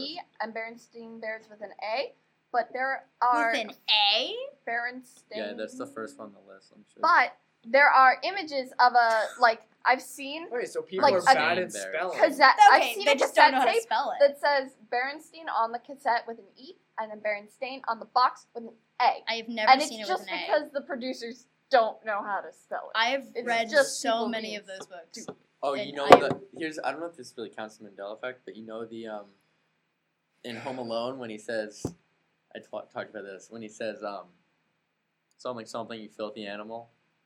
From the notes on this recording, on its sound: This one got messed up while recording, and kind of sounds like it was recorded inside of a vacuum cleaner. I did my best to clean it up while editing, but it's still rough.